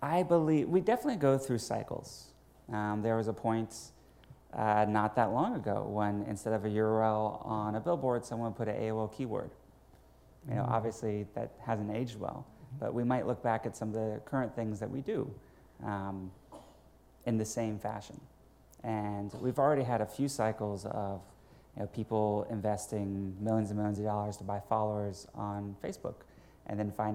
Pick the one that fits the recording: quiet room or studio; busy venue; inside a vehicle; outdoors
busy venue